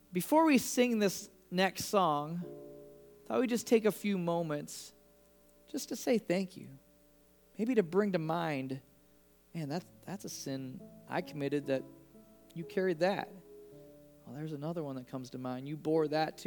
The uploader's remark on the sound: Complete Service Audio Recording.